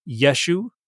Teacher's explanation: if the Galileans didn't pronounce that glottal stop or pronounced it poorly, it would have just been Yeshu. Or Yeshu, so with a short E or a long E at the beginning.